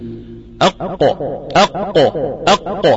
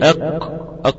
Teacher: القاف عميقه شويه عن القاف اللي احنا بننطقها · Shown in: first take · Term: حرف القاف